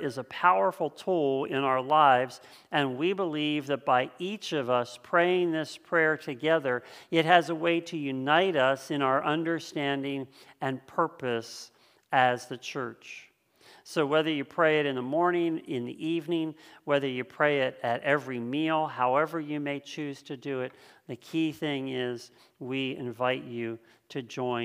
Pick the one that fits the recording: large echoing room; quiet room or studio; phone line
large echoing room